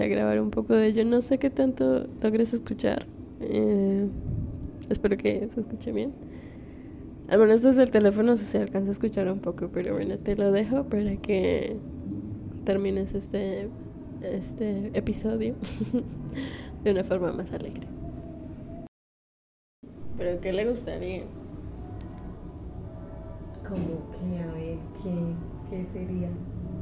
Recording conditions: background noise